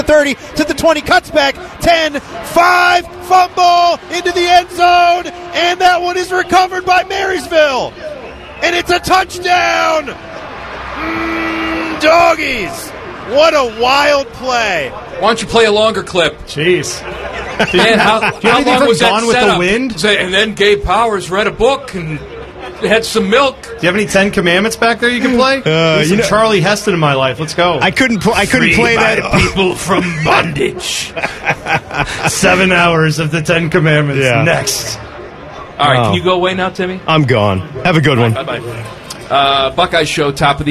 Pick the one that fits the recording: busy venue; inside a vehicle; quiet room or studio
busy venue